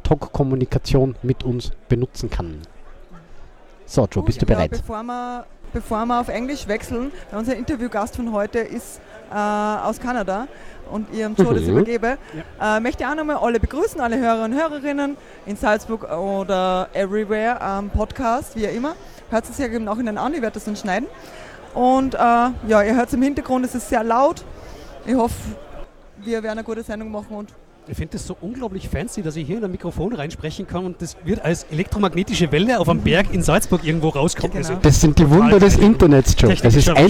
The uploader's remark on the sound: live at the 34c3